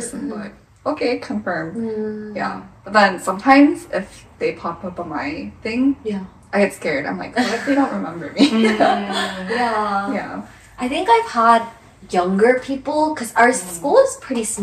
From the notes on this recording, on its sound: We apologize for the audio quality this episode. We forgot to hit “record” on the podcast system.